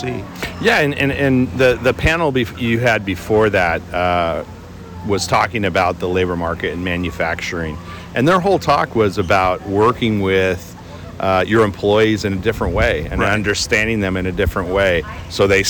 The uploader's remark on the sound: Aloha from the Western Candy Conference 2023! Live from Hawaii!